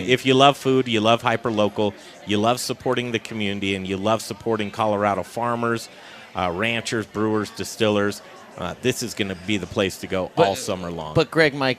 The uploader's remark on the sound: The Modern Eater Show was live from Abrusci's Fire and Vine Saturday night!